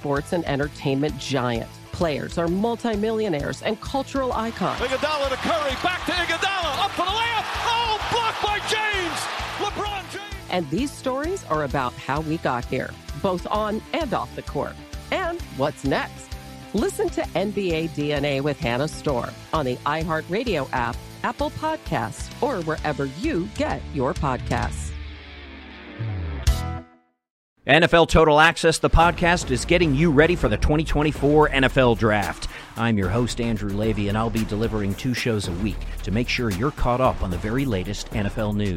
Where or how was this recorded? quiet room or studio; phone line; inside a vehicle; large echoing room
phone line